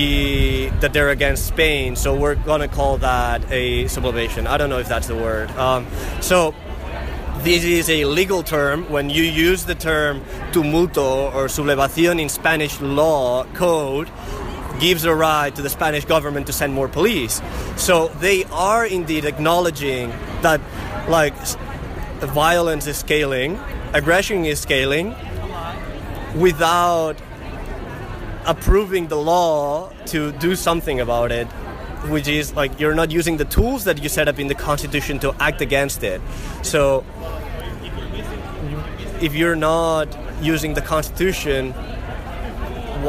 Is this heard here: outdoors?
yes